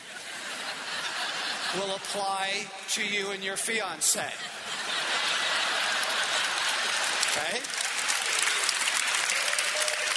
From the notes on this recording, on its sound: Q&A time from the Love & War tour